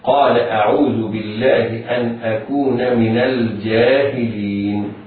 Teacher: نون من ساكنة، ولكن لما وقع بعدها ساكن في كلمة أخرى وهو اللام في لفظ الجاهلين حركت بالفتح للتخلص من الساكنين